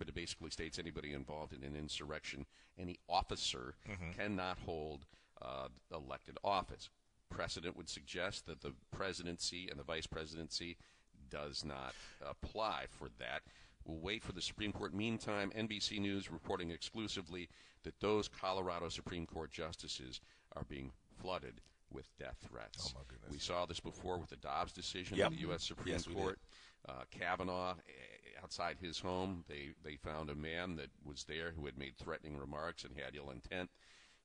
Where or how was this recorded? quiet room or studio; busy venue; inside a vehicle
busy venue